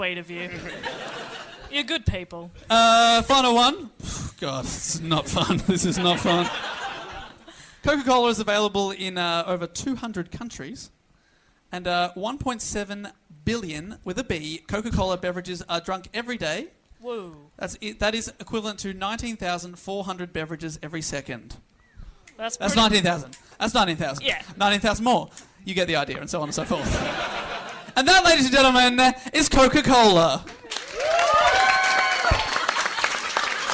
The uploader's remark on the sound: This super fun episode was recorded live at The Melbourne Comedy Festival.